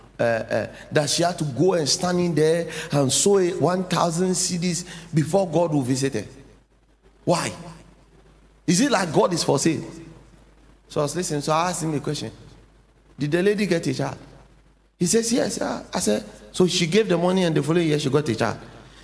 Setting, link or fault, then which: setting, large echoing room